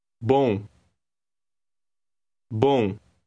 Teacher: The M at the end of that word sounds like a nasal N.